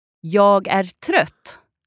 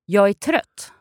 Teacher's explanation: But when you say it more quickly, the g sound of the jag is disappearing. · Shown in: second take · Yes, so I drop the g on the ja, jag, so it becomes ja.